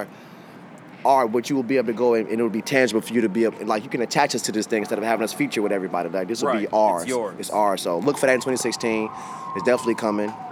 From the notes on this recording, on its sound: Recorded at SXSW 2016.